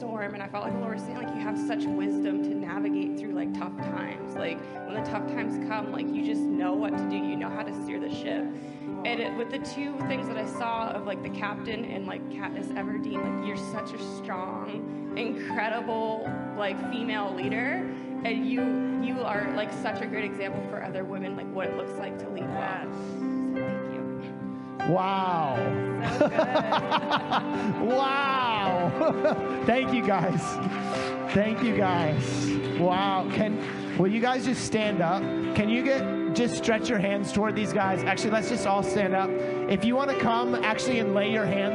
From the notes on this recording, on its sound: Sunday Morning Service - Audio.